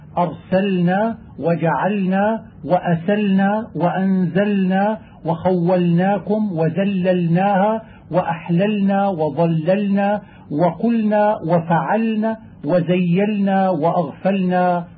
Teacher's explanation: التحفظ بإظهار اللام ساكنة في هذا النوع واجب لازم لئلا يصير اللفظ إلى الإدغام أو الإخفاء